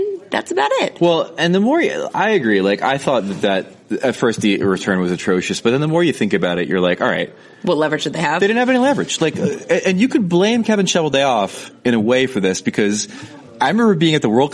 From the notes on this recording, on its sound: record from the NHL Awards in Vegas.